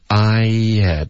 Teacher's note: 他把这个 H 的音给省略了，然后他就直接连着说，所以 I 跟 had 就变成 I had。就有一个 yet 的这个音代替 had 这个字的发音，它的 h 的音省了，的